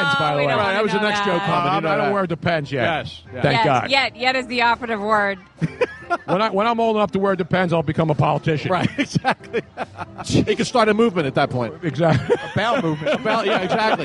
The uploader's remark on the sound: LIVE from SPhilly Passyunk Ave #DNC after party!